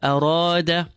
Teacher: keep the hamza clean, empty, the ra is filled